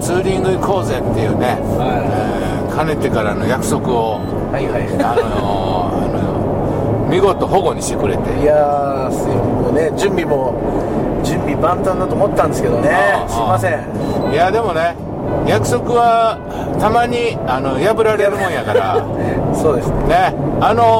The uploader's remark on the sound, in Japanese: 埼玉県。ドライビング対談収録をいたしました。